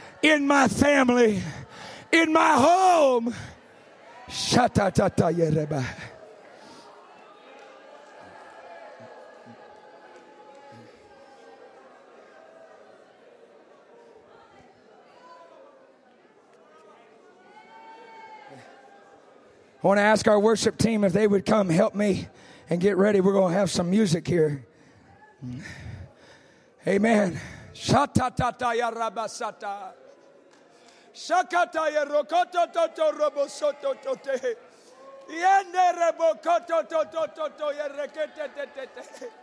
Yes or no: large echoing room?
yes